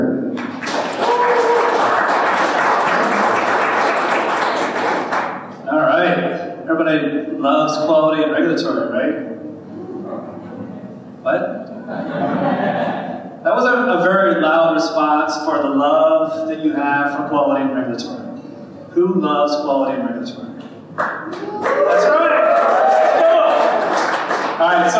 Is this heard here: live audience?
yes